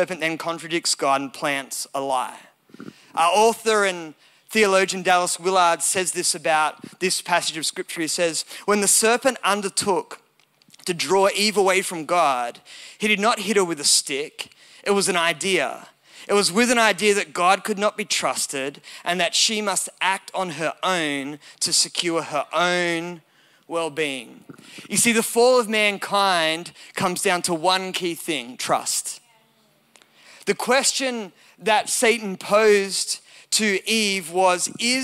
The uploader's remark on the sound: recorded at Elevation Hills Sydney